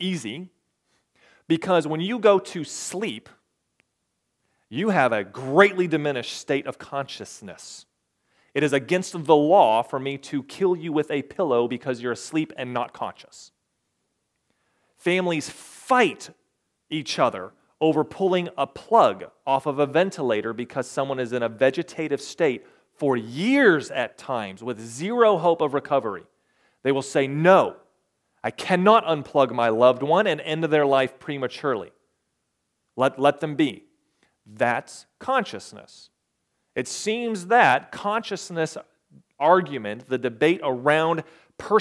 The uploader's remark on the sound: recorded May 14, 2022, at the Ringgold Seventh-day Adventist Church.